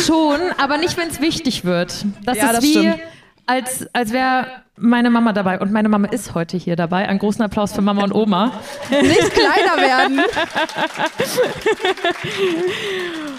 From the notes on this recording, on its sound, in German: Einen Live Auftritt von uns vergangene Woche auf dem Poddifest in Köln. Unser bisher größtes Publikum, dass wir eine Stunde lang beschallen durften.